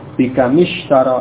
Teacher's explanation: Mim sukun itu diubah, ya, sukunnya menjadi kasrah, menjadi bikamishtara. Ya, bikamishtara, dan tanpa tasydid, ya, bukan bikamishtara, bukan seperti itu, tapi langsung berharokat kasrah mim pada kam.